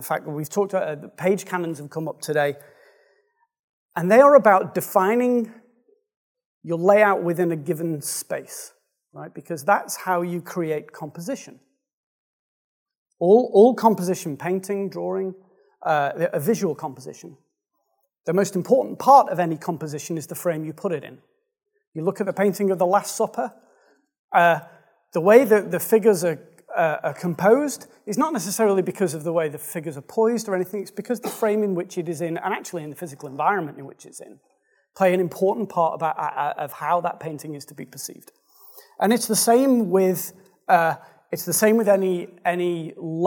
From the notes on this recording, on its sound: Speaking at the Responsive Day Out in Brighton. The Responsive Day Out is an affordable, enjoyable gathering of UK designers and developers.